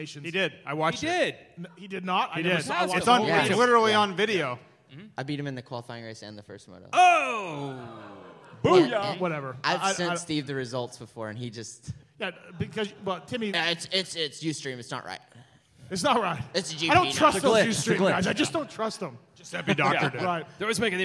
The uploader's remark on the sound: This is the LIVE podcast show from the Alberta Rose Theater in Portland, OR.